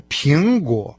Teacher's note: первый компонент названия этого фрукта со вторым тоном, а второй компонент с третьим тоном